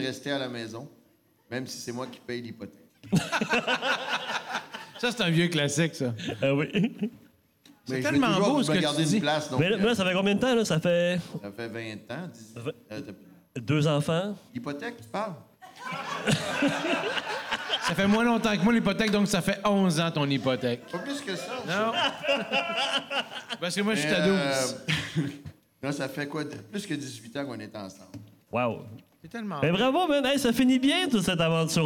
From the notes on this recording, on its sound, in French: Épisode enregistré devant public au Cheval Blanc à Montréal le 3 septembre 2023.